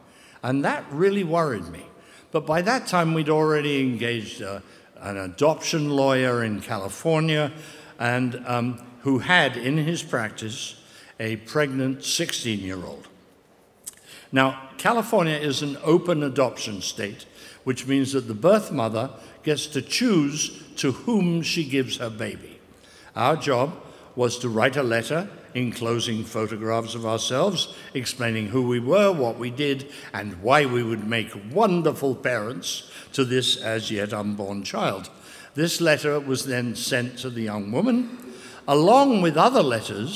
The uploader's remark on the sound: Live from the Union Chapel in London.